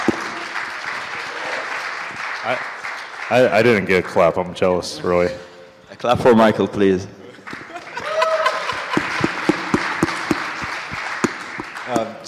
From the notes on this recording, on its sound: This is a recording of the panel discussion. At the Adopting Bitcoin conference in San Salvador in November 2021.